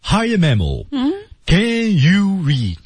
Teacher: 这个降调没得说了，全是降调啊。